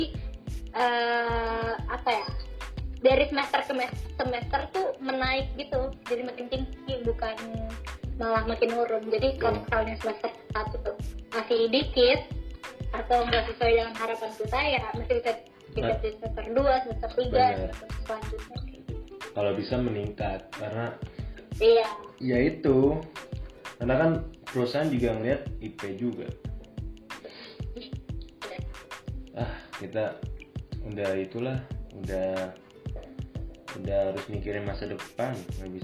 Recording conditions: poor sound quality